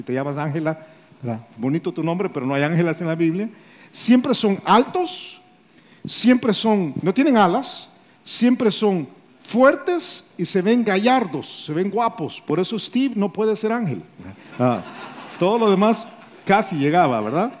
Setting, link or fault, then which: setting, live audience